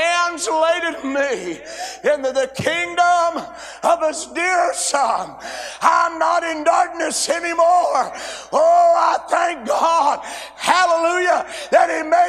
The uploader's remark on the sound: A sermon preached Monday Afternoon during our Spring Jubilee, on March 27, 2023.